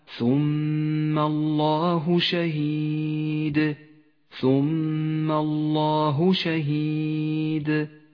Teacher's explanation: الجلالة المفخمة في قوله تعالى ثم الله شهيد ثم الله شهيد فخمت لام لفظ الجلالة هنا لأنها سبقت بحرف مفتوح · Term: لام لفظ الجلالة المفخمة